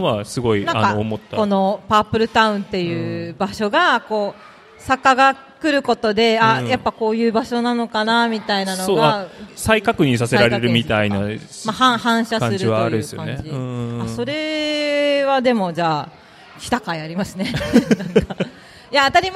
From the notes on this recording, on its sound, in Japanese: 楽しく公開収録。鳥取県倉吉市発。